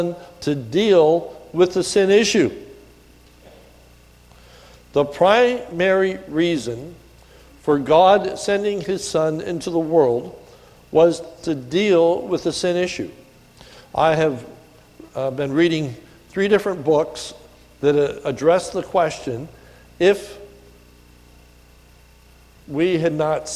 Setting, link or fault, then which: setting, large echoing room